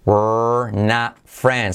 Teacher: Esa T de not que casi no se dice.